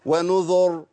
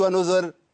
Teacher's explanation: طيب الراء الساكنه ما قبلها مضموم، بتعمل ايه فيها؟ بتفخمها. · Shown in: first take